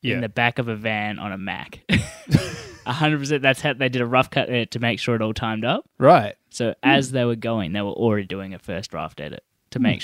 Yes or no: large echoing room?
no